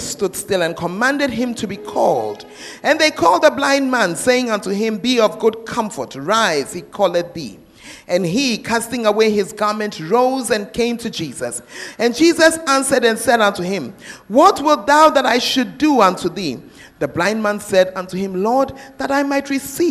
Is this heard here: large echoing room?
yes